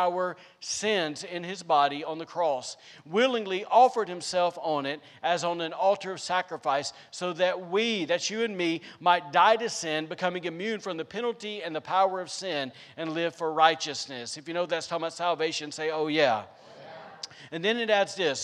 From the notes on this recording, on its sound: was recorded on Sunday, September 5th, 2021, during service at The Anchor Church in Rockport, Maine.